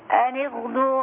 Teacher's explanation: الغين في أدنى مراتب التفخيم